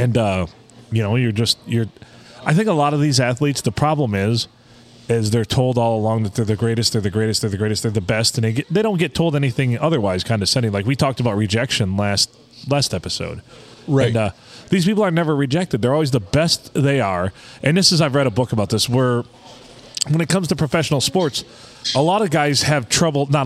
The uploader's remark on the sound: We recorded this gem at the Blue Water Sports Bar in lovely Port Sanilac.